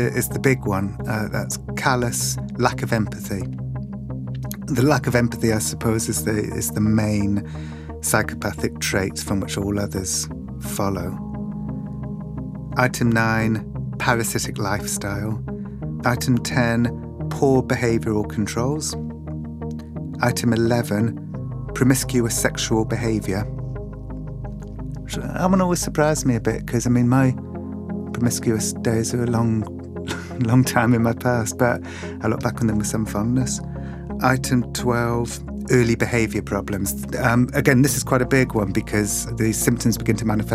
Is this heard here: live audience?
no